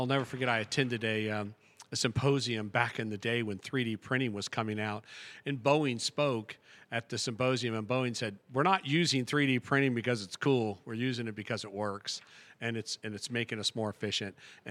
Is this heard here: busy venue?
yes